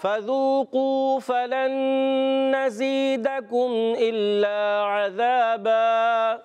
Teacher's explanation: عذاب में ज़ाल को क्लियर करना है, ज़ा नहीं पढ़ना